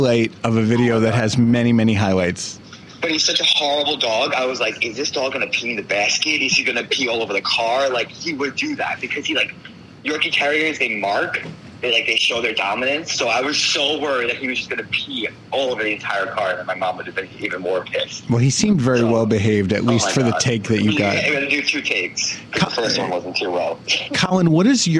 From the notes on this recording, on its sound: Phones in for an interview. The phone audio starts out bad and gets worse.